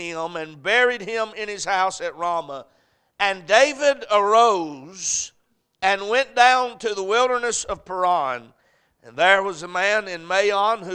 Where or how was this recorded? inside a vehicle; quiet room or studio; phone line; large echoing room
large echoing room